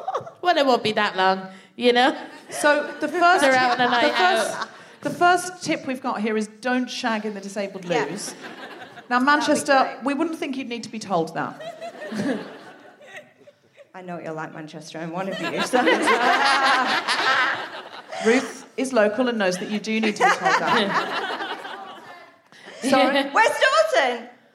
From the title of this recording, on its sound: Live from the Lowry in Salford